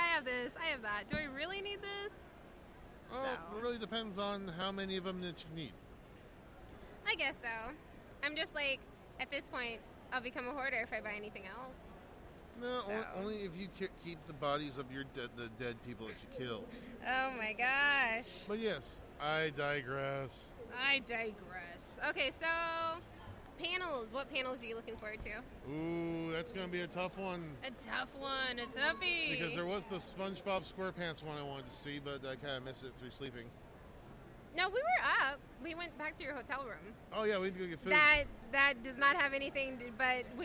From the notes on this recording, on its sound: This year we invaded comicpalooza. We have our show from the convention floor.